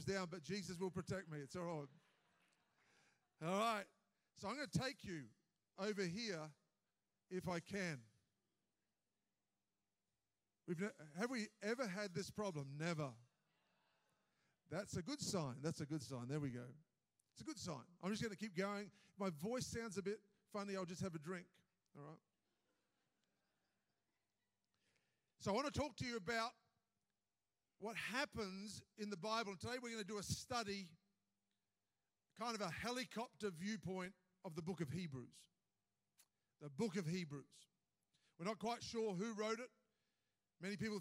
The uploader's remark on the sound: live from our 10am service at our Alpharetta campus on Sunday, October 15th!